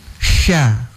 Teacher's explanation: Sifatnya kan huruf sya itu boros ya, nafas yang keluar itu boros dan menyebar. Jadi sya. Jadi tidak boleh saat Mbak bilang sya kemudian mau kasih bulat bibir menjadi sho dia. · Term: tafasyinya